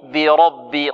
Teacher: والراء مفخمة والباء مرققة